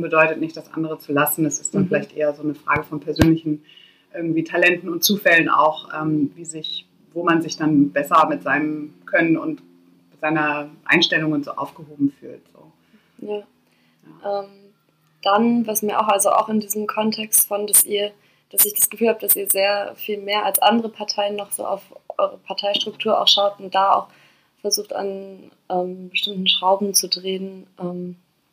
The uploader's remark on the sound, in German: Die Audioqualität ist dieses Mal sehr viel verrauschter und knartziger als letztes Mal.